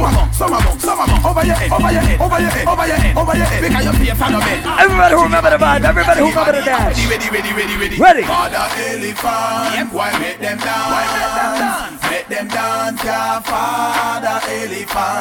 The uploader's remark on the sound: live at island saturdays on Dec 16